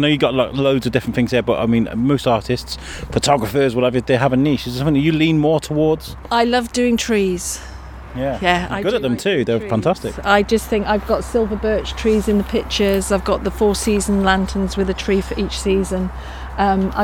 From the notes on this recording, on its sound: One of the best things for The Biscuit to do is to take a mic to an event and collect conversations with many people about many different things. Took a mic to the Shropshire Handmade & Creative event at Salop Leisure, Shrewsbury. We thought we'd come and take a walk around.